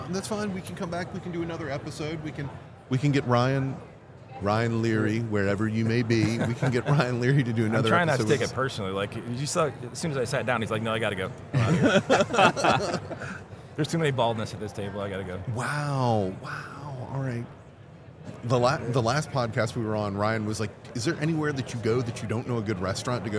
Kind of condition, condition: setting, busy venue